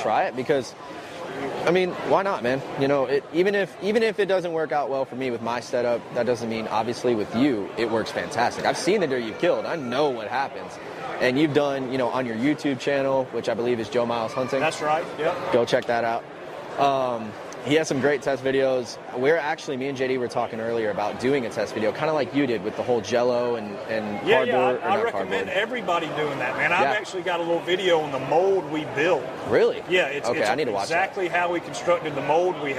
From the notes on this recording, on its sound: 40th Annual World Deer Expo. This is the audio from the World Deer Expo we went.